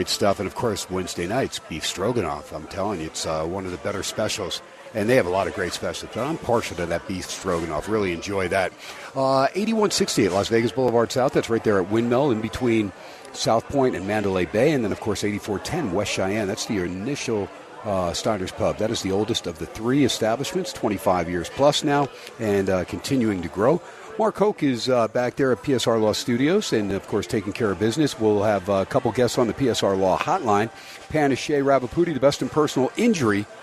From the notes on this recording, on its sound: SPORTSXRADIO VALENTINES DAY AT STEINERS PUB 2/14/24. "Live" #SteinersPub #LasVegas.